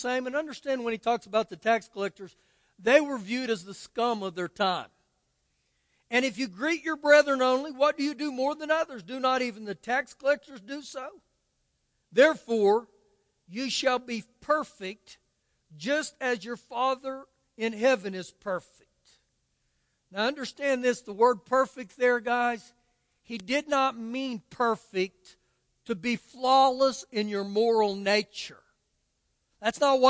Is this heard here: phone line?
no